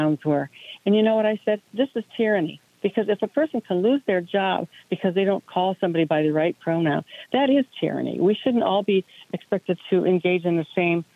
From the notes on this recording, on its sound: we take your calls in open phones across America.